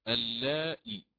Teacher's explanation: هكذا يقرأ الإمام حفص بهمز يتلوه حرف ياء مدية، اللائي، ومد متصل اللائي، فنقرأ لمن حفص هنا: وما جعل أزواجكم اللائي تظاهرون منهن أمهاتكم.